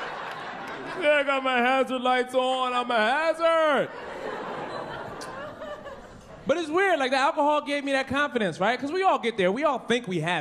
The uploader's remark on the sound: Stand Up Comedy Live Gotham Comedy Club